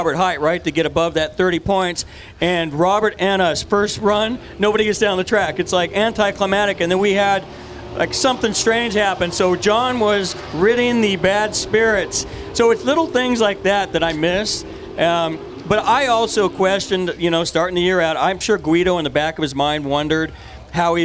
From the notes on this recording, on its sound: Live from the NHRA Fall Texas Nationals. We're going LIVE from the pits at the NHRA Fall Texas Nationals with three big guests at the Texas Motorplex in Ennis.